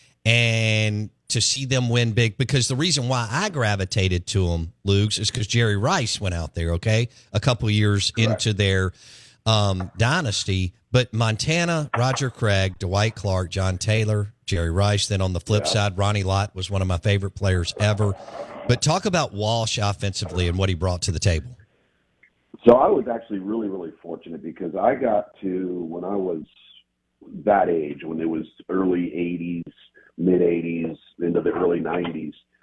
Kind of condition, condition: link, phone line